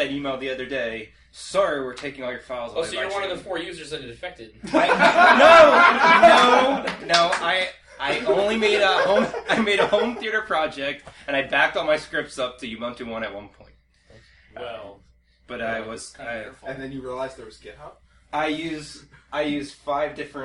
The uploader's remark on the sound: HPR at NELF 2014 Afterparty. The Zoom H1 Recorders are fantastic devices. They definitely pick up more sound than I did when the podcast was being recorded. I heard things in playback that I wish I had heard and addressed during the live recording.